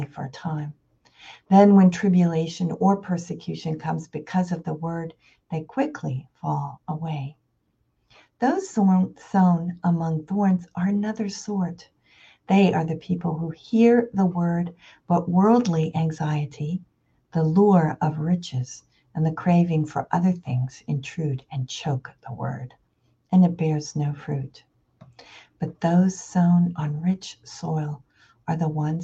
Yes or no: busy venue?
no